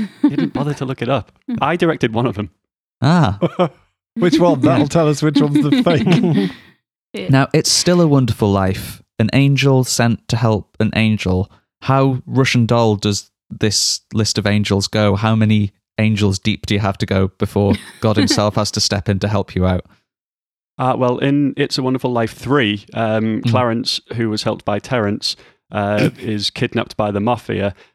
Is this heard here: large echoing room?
no